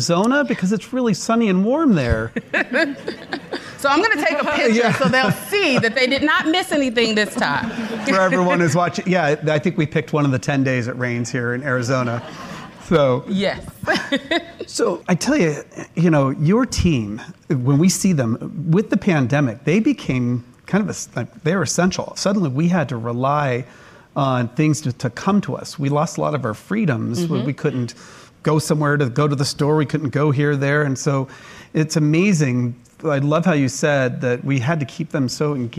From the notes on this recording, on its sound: During this live event that was hosted at our Chandler office in front of a room full of Voya employees